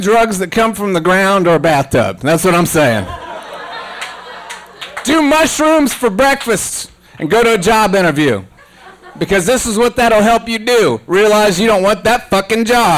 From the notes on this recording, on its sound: The Handlebar in Pensacola, FL. Quit Your Day Job Comedy Tour. Went to the show and recorded the audio for your listening pleasure.